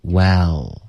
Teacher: 嘴巴张开不要发 will,这个元音不对是一个 a